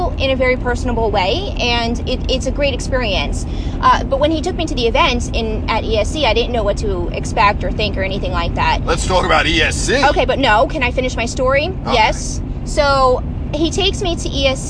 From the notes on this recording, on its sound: Our first podcast of the season in the car as we head to our 5th Annual Winters Kiss.